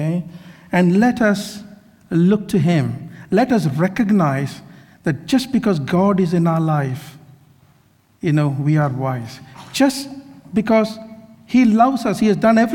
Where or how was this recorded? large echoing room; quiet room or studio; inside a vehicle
large echoing room